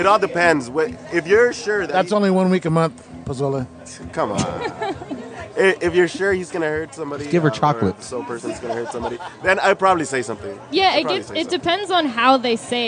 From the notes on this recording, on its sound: This is a special episode recorded at Lagunitas Brewery in Petaluma.